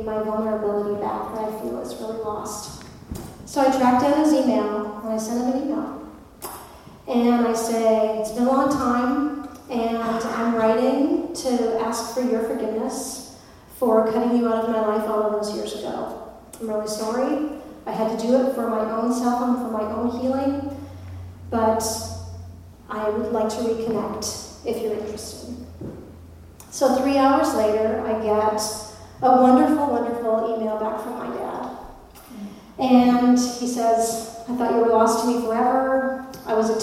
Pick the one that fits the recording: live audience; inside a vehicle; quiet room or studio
live audience